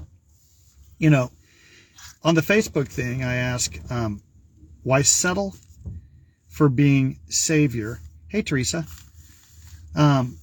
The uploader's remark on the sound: Brown Bag In The Van!